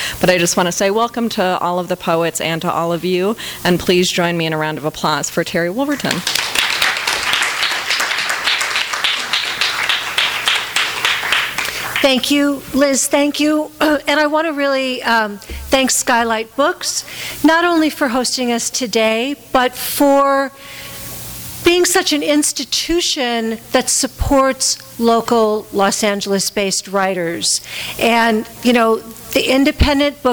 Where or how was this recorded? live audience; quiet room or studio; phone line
live audience